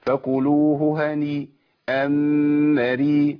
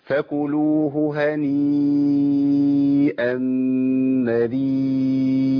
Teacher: فصلنا بينهم بالمد اربع حركات، في هنيئة ومريئة · Shown in: second take · Term: اتصل المد